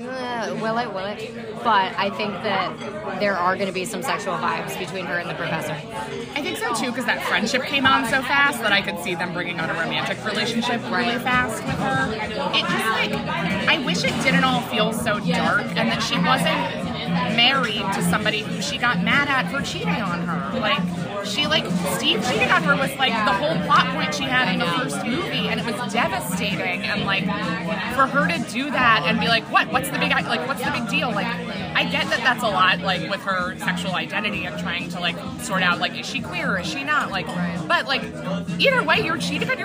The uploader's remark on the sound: Reporting Live from Cervo’s over oysters (fried and raw), prawns and piri piri chicken